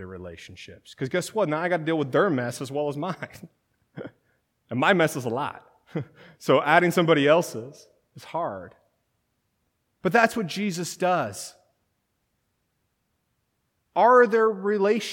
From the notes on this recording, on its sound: This sermon was originally delivered at Third Christian Reformed Church in Lynden, WA on March 31, 2019.